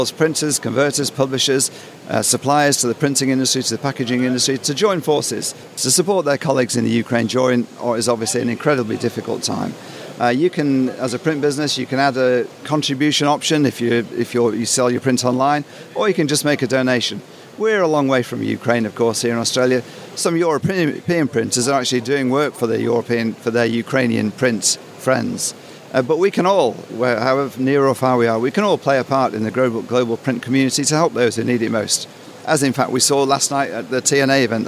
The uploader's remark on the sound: This month's edition was recorded at the Auspack trade show in Melbourne.